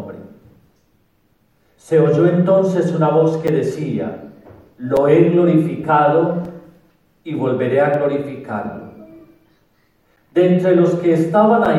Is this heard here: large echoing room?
yes